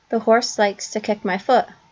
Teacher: the word foot, which she completely drops the T off of. · Term: T glottalization